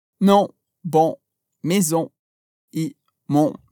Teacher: a gente vai fazer a boca no formato da letra O, O, com um som nasal · Term: som on